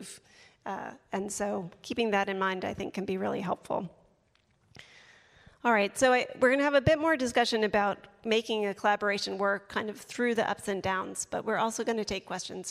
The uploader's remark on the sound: This session recorded at CMO Summit 2022